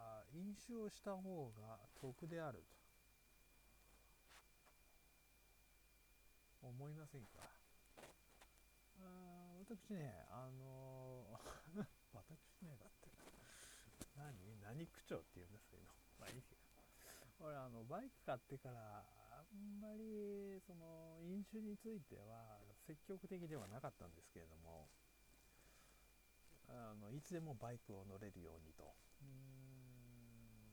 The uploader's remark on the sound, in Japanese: 音小さいよね。撮りっぱ。